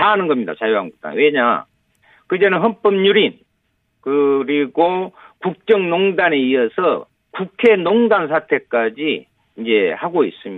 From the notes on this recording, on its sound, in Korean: 릴레이 전화연결.